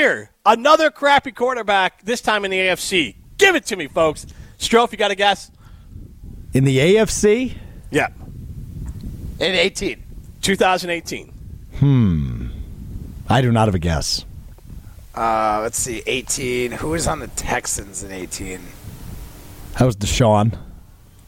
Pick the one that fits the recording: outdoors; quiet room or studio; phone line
outdoors